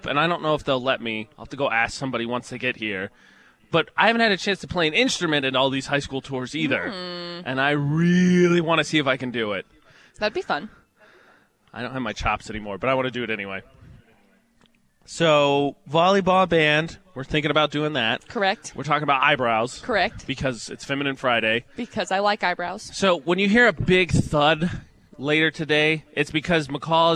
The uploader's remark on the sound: broadcast live from Bear River High School